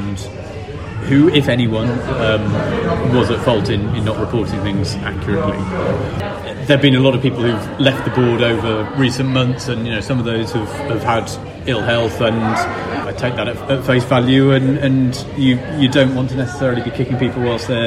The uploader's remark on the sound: Apologies for the audio on this one - Tiny Rebel was noisier than we expected and we'd forgotten to bring a proper mic!